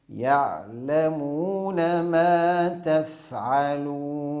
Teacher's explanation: يراعي القارئ تسكين العين في يعلمون وتسكين الفاء، وتسكين الفاء في تفعلون